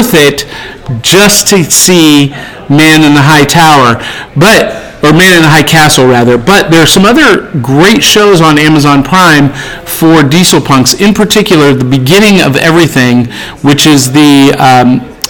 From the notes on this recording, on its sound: Live from Hypericon.